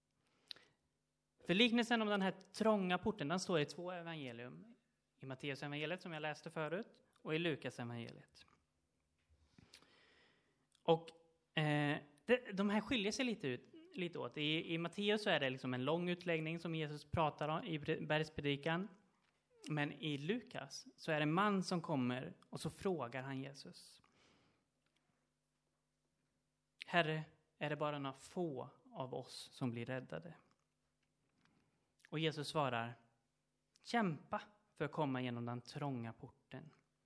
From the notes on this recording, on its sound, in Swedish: Inspelad under gudstjänst på Löfstadkyrkans sommarhemm Furuvik i Tranås 2023-07-30.